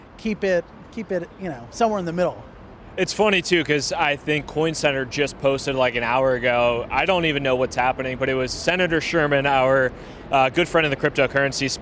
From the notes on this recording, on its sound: Behind the Scenes at Fluidity 2019. New York City's famed "Blockchain Week" kicked off with Fluidity Summit 2019. I had a chance to interview some of the builders, experts, investors and regulators at the conference.